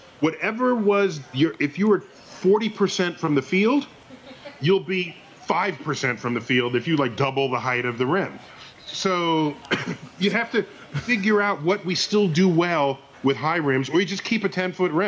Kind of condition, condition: setting, live audience